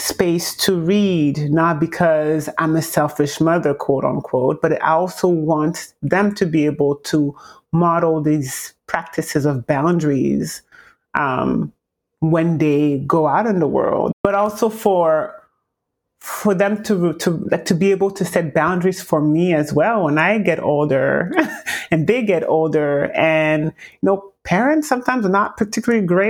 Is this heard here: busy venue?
no